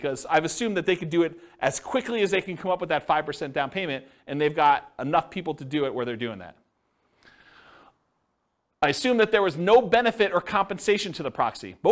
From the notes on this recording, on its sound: This was a live class recorded